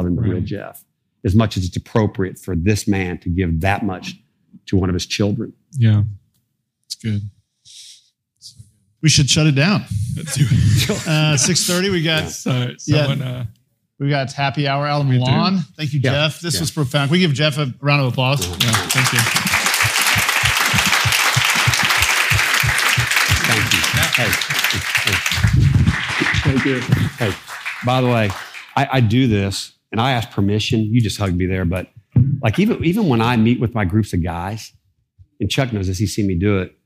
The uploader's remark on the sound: Recorded in front of a live audience at the Soma Family Retreat.